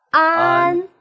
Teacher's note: 发音的时候，喉部闭拢，然后打开，那么气流冲出，喉部呈爆破的状态